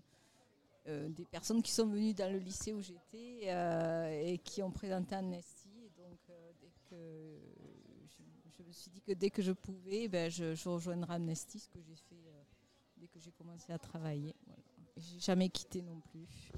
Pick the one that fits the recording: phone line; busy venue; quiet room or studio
busy venue